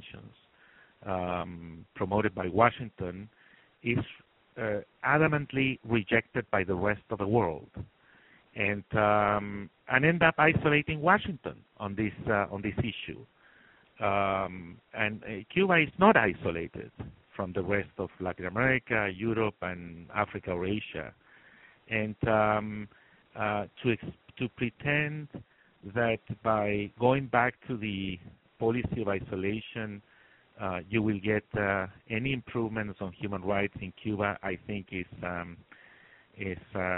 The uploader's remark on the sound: The Atlantic Council’s Adrienne Arsht Latin America Center held a conference call.